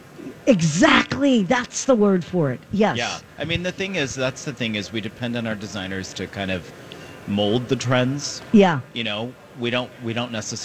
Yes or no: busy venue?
yes